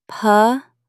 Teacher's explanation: A polemic is literally a war of words aimed at dismantling an opponent's worldview. Stress the second syllable.